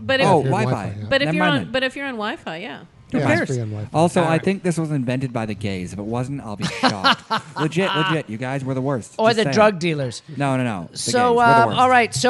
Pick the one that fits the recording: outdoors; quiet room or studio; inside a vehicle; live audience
live audience